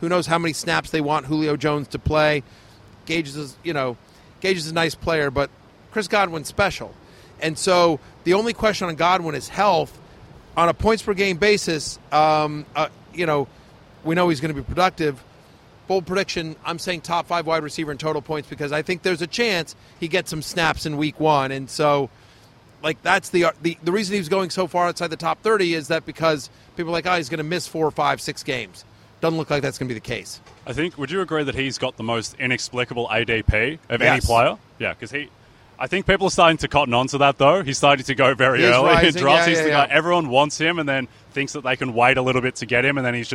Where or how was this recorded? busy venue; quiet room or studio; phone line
busy venue